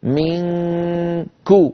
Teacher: لاحظوا بأنني أنتقل من مخرج الميم في كلمة منكم إلى مخرج الكاف مباشرة وعليها تماما، على الكاف تماما، لأن الكاف مخرجها بعيد، مخرجها من أقصى اللسان، فلا أقرر لا أهيئ الفم عني عند المخرج، بل آتي إليه مباشرة.